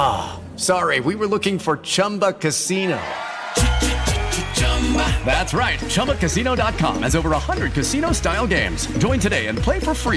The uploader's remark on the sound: Press Conference from the NFL Combine